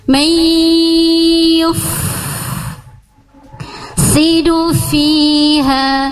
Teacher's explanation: Lanjut. Mai nun mati bertemu ya, berarti masuk ke rongga hidung · Term: idgham bi ghunnah